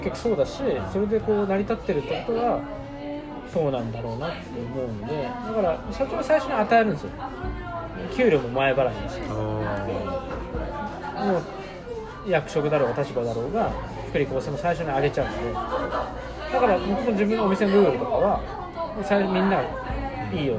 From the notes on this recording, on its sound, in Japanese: 今回、初の二人でのトークを収録！居酒屋トークを収録！マイク通してないので聞き苦しいところはごめんなさいm(__)m。